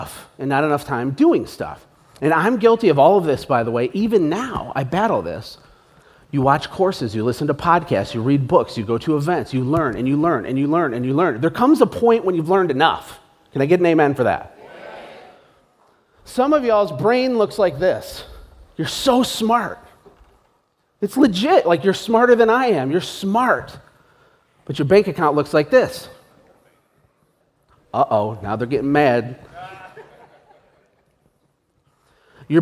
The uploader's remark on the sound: (live event recording). Listen behind the scenes at a live event. Spoke to 600 new entrepreneurs.